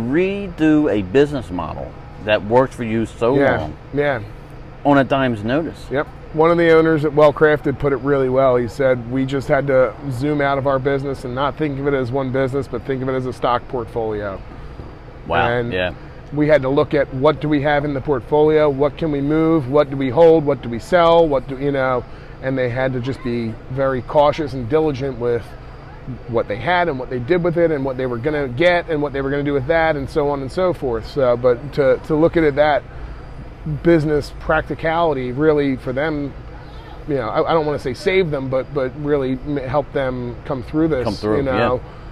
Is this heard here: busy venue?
yes